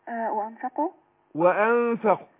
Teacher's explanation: طبعا احنا عندنا الاخفاء هنا الغنة حركتين، يعني قلنا اللي بيبقى من النون الصفة بتاعتها اللي هي الغنة، والغنة مقدار حركتين.